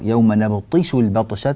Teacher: نكسر الطاء بارك الله فيكم، ونعطيها حقها من التفخيم